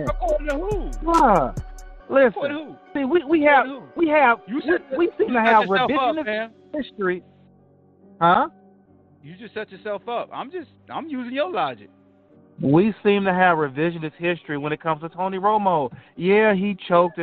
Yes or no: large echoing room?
no